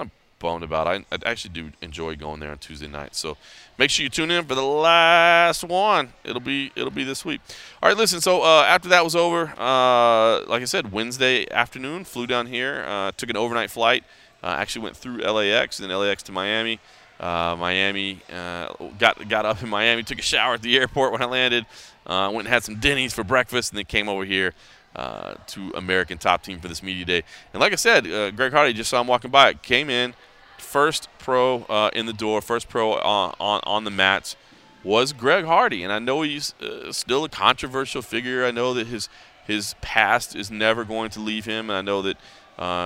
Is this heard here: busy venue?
yes